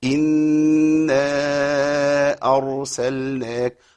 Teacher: الراء هنا مفخمة، إذا سكنت الراء وكان قبلها فتح أصلي في نفس الكلمة · Term: الراء تفخم